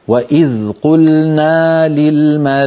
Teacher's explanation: لابد من مد الألف التي بعد النون